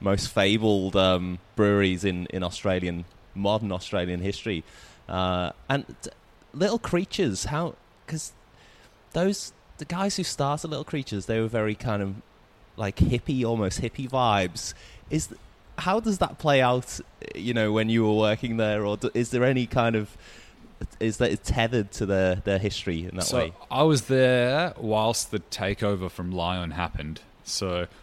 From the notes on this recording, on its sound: The episode was recorded at Molly Rose Brewing, Collingwood.